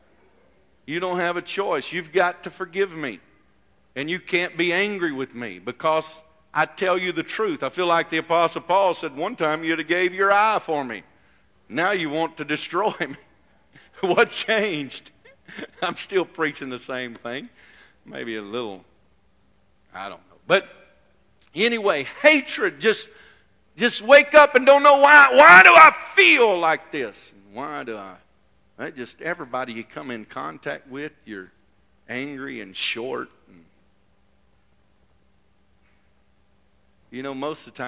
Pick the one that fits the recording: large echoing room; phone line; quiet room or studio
large echoing room